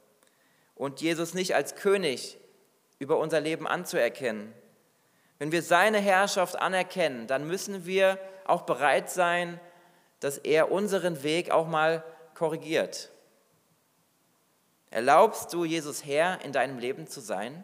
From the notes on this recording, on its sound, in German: Predigt aus dem Weihnachtsgottesdienst